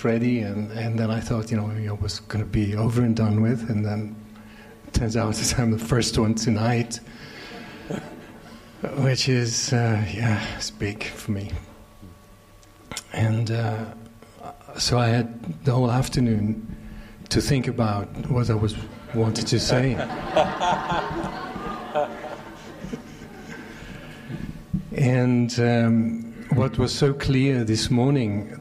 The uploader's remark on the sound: This session opens up with a beautiful song. A Q&A session with the retreat participants. This session was recorded during the Into the Kingdom retreat in the evening of October 11, 2019, at the Castle De Berckt in Holland.